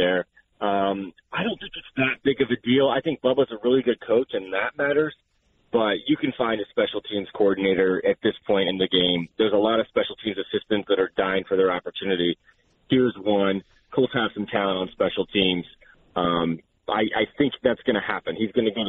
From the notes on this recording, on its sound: calls in to the show